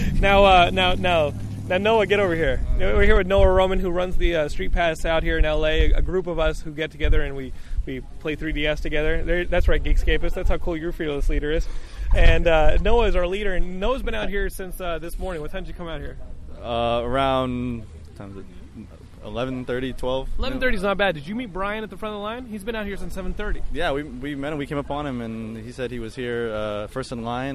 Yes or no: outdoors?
yes